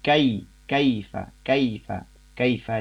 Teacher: bacaan diftong, dan ya, dua vokal yang berturut-turut itu ya, dan harus dibaca utuh dua-duanya antara vokal A dan vokal I